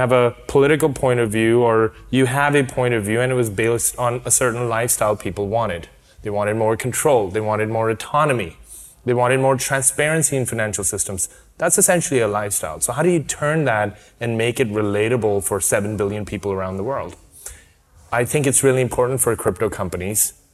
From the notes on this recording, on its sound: Live From Formula 1. Live from Formula1 Singapore.